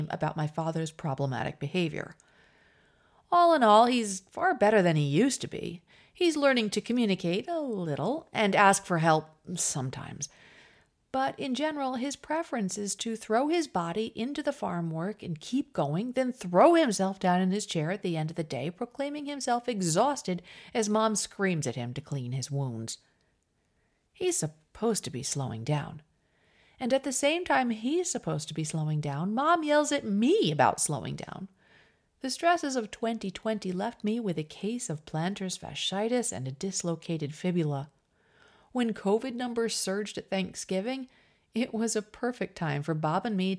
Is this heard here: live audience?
no